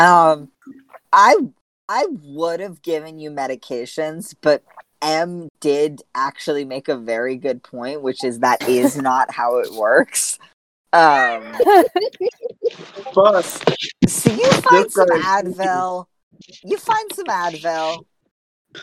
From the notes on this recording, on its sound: T he audio in this one is pretty rough, bit it's definitely still listenable--just expect some not so pretty sounds. Doesn't have access to a good private recording space, so you're getting a lot of background noise. We also just have some glitches in the recording, as at this point we've yet to move over to doing sessions on zoom (you'll see a big improvement at that point and we won't get any dropped words or total cut-outs).